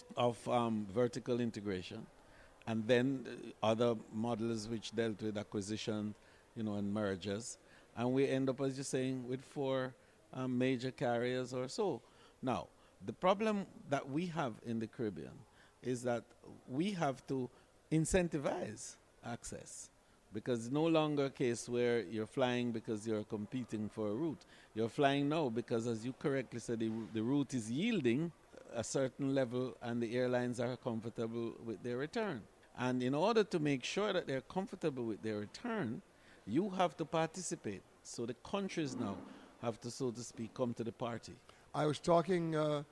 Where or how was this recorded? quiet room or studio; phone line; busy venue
busy venue